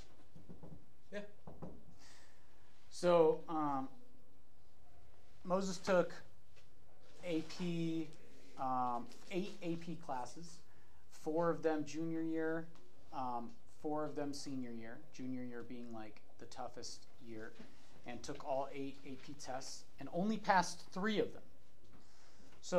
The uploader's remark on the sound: The audio is unbalanced in this episode. Forgive the varying levels of sound.